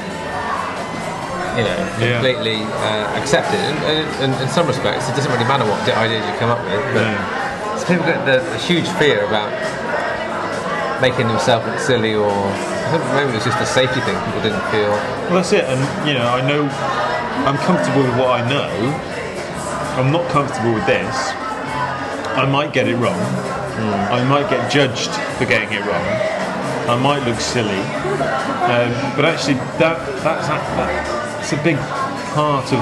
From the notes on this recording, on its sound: From The Mesmerist, Brighton, UK. Chat over a couple of interesting drinks in a rather unusual pub in Brighton.